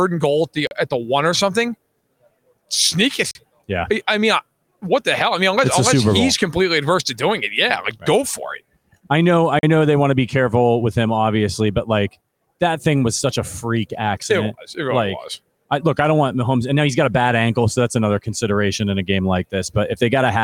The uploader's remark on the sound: Live from Super Bowl LVII